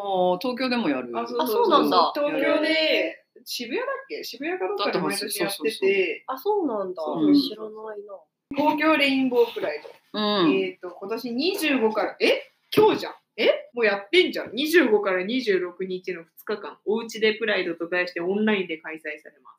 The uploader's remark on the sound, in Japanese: 第一回のインスタライブ配信収録はこちらが最後です。